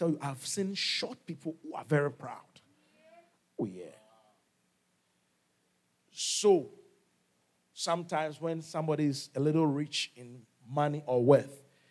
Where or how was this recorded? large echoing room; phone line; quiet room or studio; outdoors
large echoing room